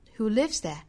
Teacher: 重读在 live 这个词上，它是一个实词哈